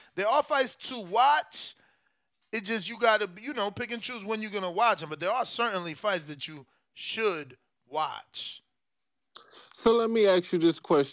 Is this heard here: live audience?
no